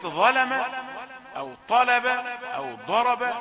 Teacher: المفتوح الذي ليس بعده ألف بدرجة ثانية، لأنه الصوت لن يطول